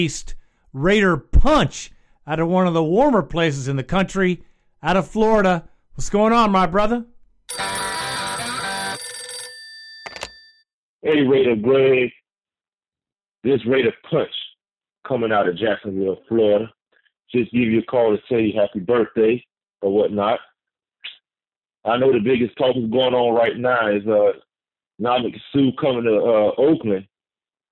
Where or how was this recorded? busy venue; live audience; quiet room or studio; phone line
phone line